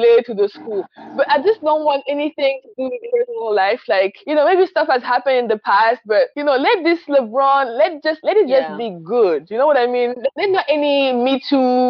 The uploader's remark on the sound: Sorry for the poor audio.